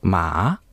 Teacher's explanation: さらに上がる声調でまあといえば犬